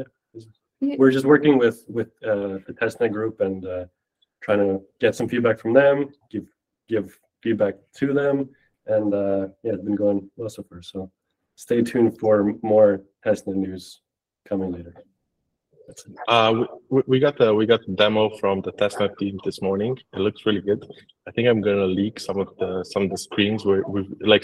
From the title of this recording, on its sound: ILF Community Call